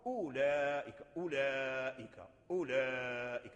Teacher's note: هذا الواو لا تلفظ به، هو موجود في الخط دون اللفظ، موجود في الخط دون اللفظ.